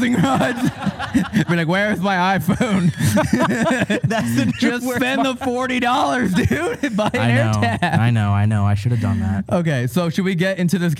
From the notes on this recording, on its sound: (01:18) Live Show Start. This episode was filmed in front of a live audience at the haunted Old Joliet Prison in Joliet, IL.